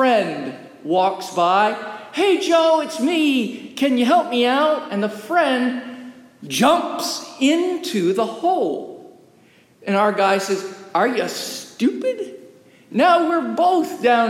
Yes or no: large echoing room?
yes